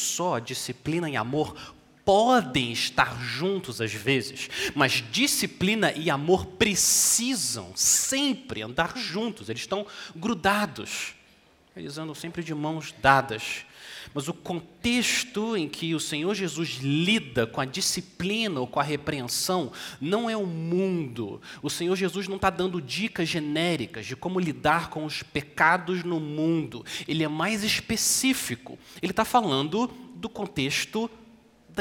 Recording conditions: large echoing room